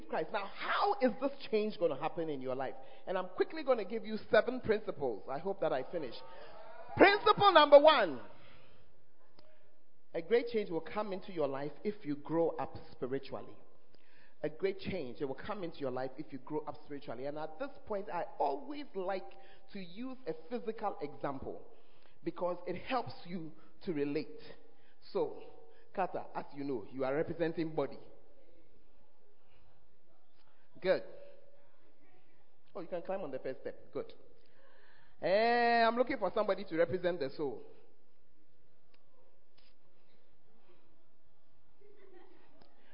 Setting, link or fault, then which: setting, live audience